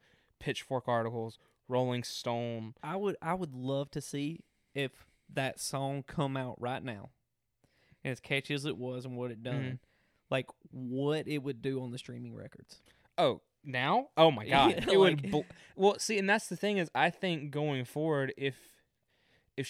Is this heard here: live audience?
no